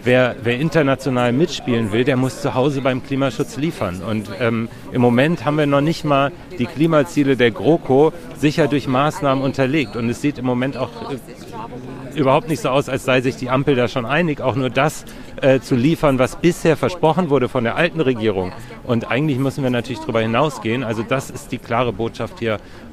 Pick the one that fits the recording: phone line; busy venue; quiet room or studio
busy venue